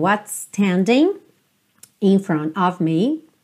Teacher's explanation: Não se preocupe em falar os dois S's separadamente. Vai direto.